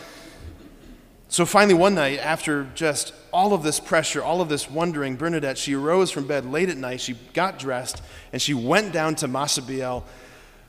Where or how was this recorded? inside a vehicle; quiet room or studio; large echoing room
large echoing room